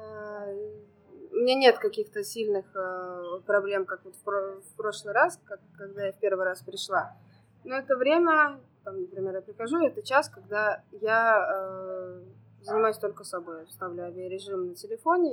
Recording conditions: sounds in the background